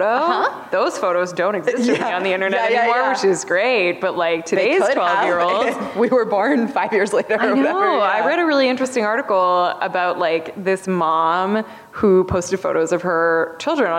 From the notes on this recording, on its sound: LIVE from SDCC. San Diego Comic Con, for inviting us back for a second year to do a live podcast recording!